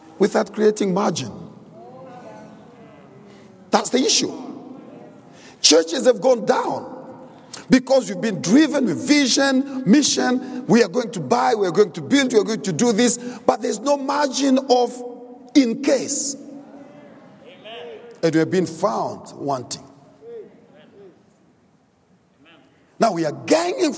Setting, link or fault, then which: setting, large echoing room